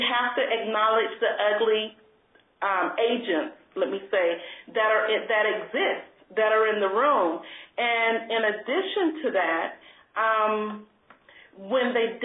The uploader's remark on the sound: an hour-long conference call